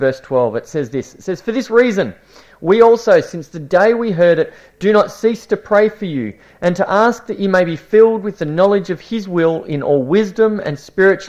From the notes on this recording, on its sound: This series was preached over a nine week period at Esperance Church of Christ